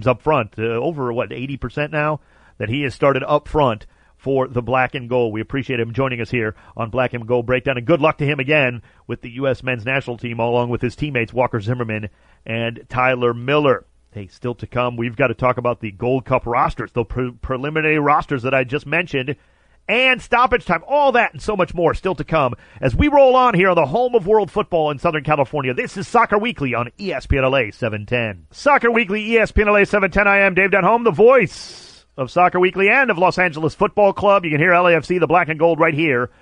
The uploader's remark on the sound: called